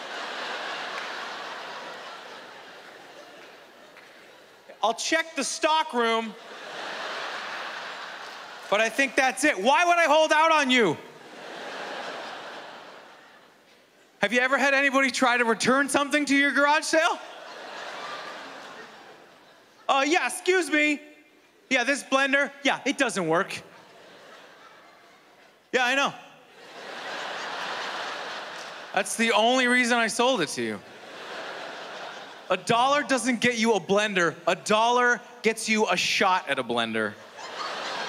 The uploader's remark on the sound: stand up from the Just For Laughs Festival in 2016